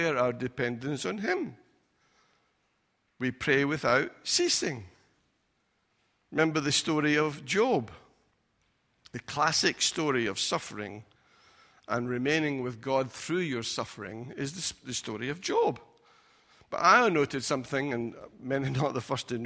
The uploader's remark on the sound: Recorded at freedomcentre church, Preston on Sunday 16th February 2020